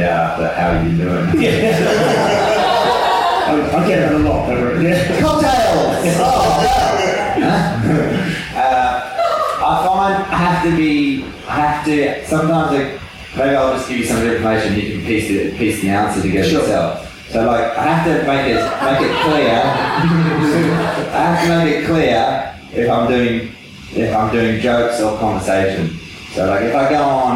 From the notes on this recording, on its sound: It's the second Live special. This episode suffers from audio issues which do not represent the usual quality of the podcast.